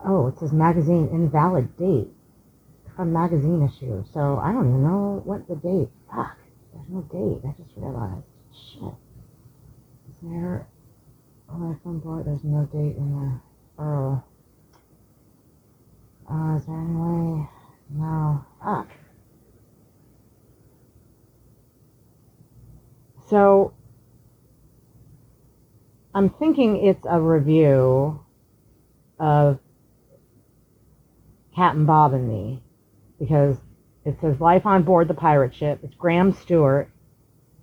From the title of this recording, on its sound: audio wonky 1st 6ish mins but is bearable and ultimately fixed